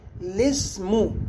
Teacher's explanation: الابتداء بلام مكسورة من غير همزة وصل قبلها ولا بعدها، هكذا الاسم، وذلك على اعتبار أن همزة الوصل إنما تجتلب حتى نتمكن من النطق بالساكن بعدها، فإذا تحركت اللام بالكسر فلا حاجة إذن لهمزة الوصل عند الابتداء بها، فاستغنينا عنها ولم نأتي بها.